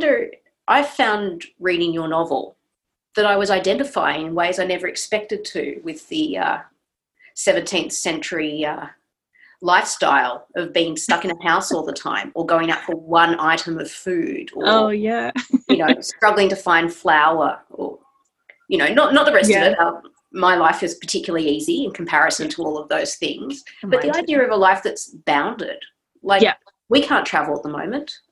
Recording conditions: video call